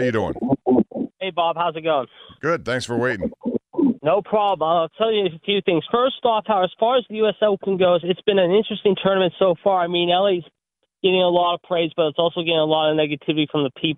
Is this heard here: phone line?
yes